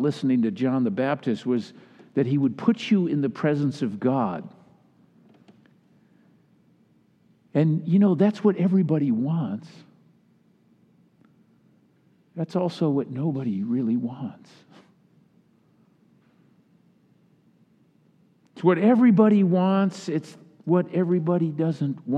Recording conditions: large echoing room